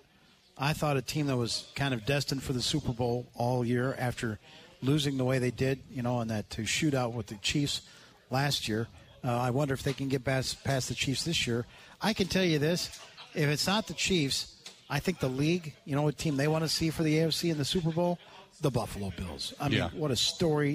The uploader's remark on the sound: live from the Root River Center in Franklin